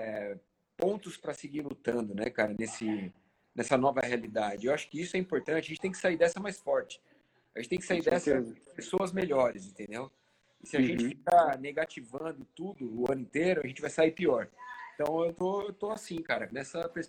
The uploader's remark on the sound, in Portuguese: durante uma Live em nosso Instagram